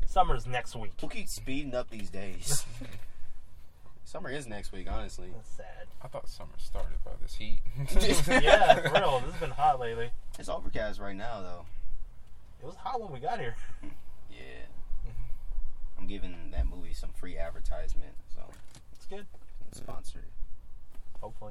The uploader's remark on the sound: The boys are finally back together in the car.